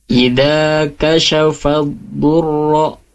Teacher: Nah, di sini ada huruf do bertasydid, jangan sampai seperti huruf dal, ya. Idza kashafad durra, tidak idza kashafad durro, itu seperti dal tapi tebal.